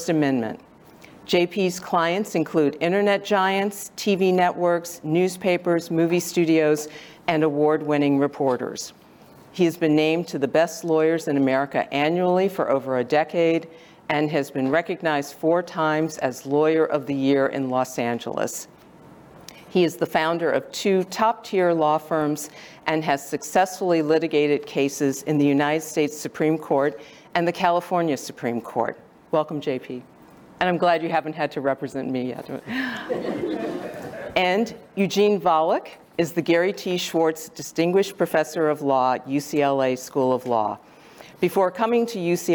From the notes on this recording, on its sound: Zócalo Public Square. Live from the ASU California Center.